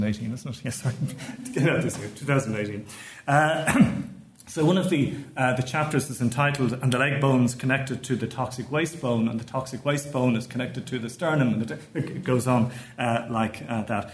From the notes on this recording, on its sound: keynote lecture as part of the HI's 2018 Postgraduate Scholars Conference